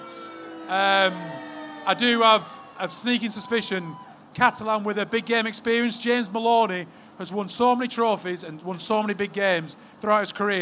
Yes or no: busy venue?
yes